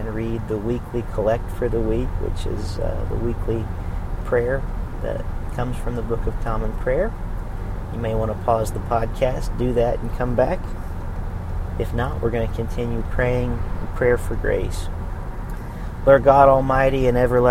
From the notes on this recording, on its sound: recorded on the road